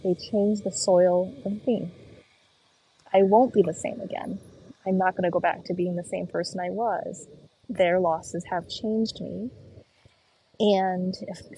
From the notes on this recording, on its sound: Postcard from Portugal. As I walk and talk from the streets of Lisbon.